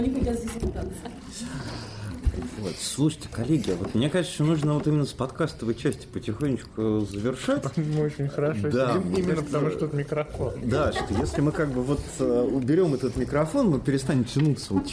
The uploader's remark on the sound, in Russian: Этот выпуск записан в нестандартной обстановке и в нем впервые участвуют гости! Подкаст записывался во время душевной встречи, приносим извинения за посторонние шумы!